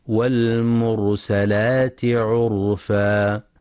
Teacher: ينتبه القارئ لفتح السين فلا يقرأ والمرسلات، وينتبه أيضا لتفخيم راء والمرسلات وعرفا، لأنها ساكنة وما قبلها مضموم، فحكمها التفخيم